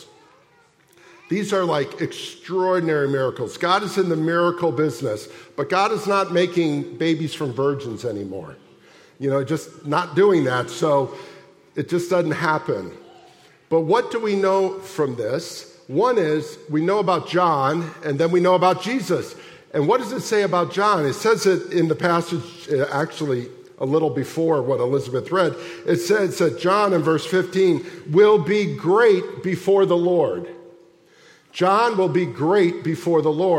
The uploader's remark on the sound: at the December 24, 2023 Sunday morning services of Boca Raton Community Church in Boca Raton, Florida